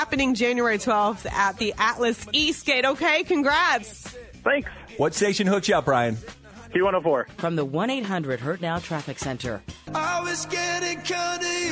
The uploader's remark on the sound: Called in with a question.